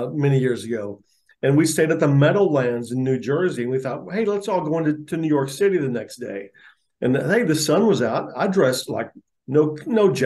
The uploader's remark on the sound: global and virtual press conference